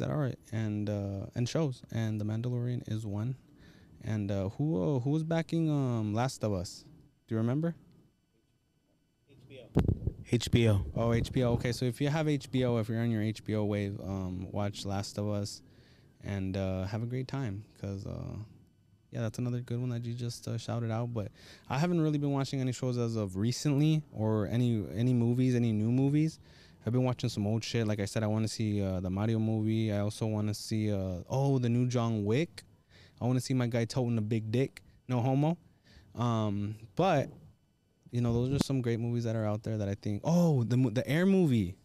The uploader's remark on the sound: Outside Happy Easter Sunday. We're literally outside this episode!!!